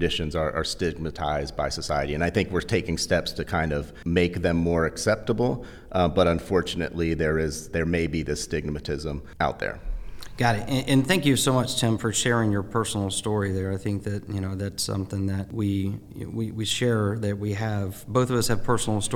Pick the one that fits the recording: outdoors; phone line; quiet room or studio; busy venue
busy venue